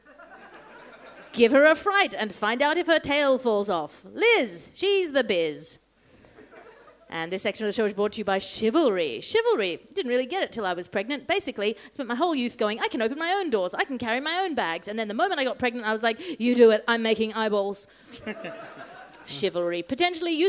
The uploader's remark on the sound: Live from Edinburgh Fringe! Recorded in front of an audience at the Edinburgh Fringe Festival.